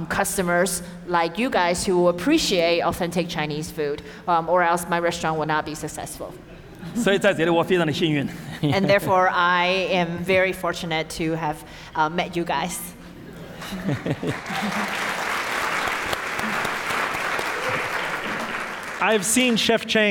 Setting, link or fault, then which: setting, live audience